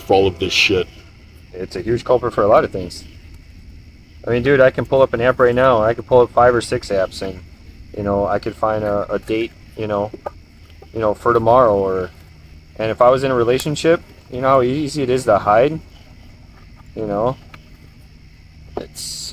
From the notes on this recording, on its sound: This Podcast was recorded outside with some bourbon by the bonfire. This is about as uncut and raw as is it gets.